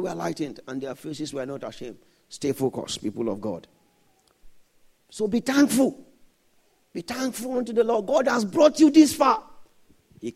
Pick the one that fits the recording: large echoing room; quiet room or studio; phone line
large echoing room